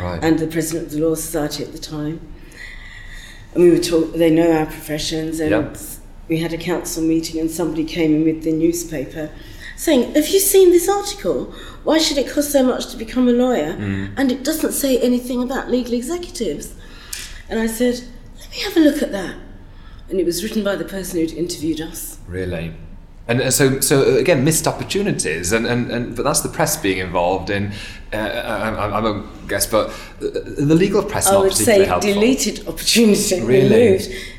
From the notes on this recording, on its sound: Set backstage at the Women in Law conference